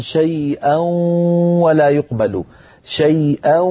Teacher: يخرج صوتان في آن واحد، واو من الشفتين وغنة من الخيشوم معا · Term: الإدغامات بغنة